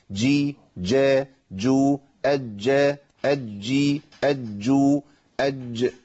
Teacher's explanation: لازم الجيم ليها ضابط وهو وجود صفه الشده والجهر، انقطاع الصوت والنفس